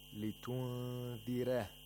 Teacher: Warsh says litunzireh. It pronounces the ra with tarqiq.